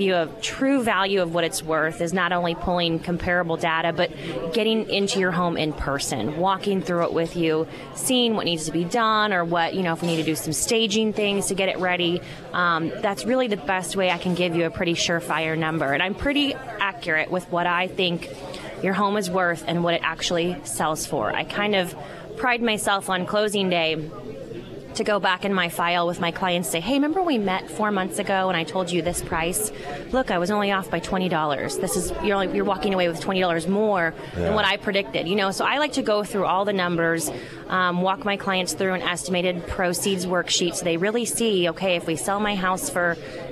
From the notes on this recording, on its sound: Live at Scramblers Diner.